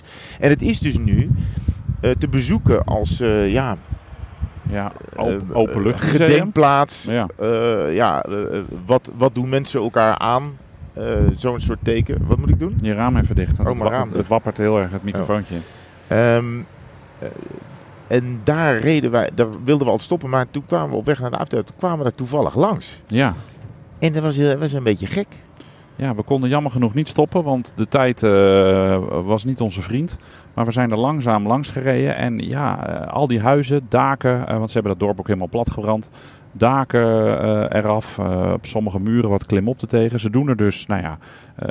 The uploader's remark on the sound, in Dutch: Eerst gaat het mis met het introgeluid, vervolgens is het veel te kort rijden naar het hotel van Bilbao waardoor we om moeten rijden om de gewenste podcastlengte te halen.